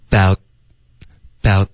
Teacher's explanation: 后面特的音呢要省略，省略的时候最好咬舌尖，aboutabout，这样导致一个干脆的停顿。接着发 that 的时候呢，这个 the 的音也会发的比较准确。OK，about、okay?咬舌尖，about that that 的特也省略，aboutthat，don't kid aboutthat，don't kid aboutthat，don't kid aboutthat，don't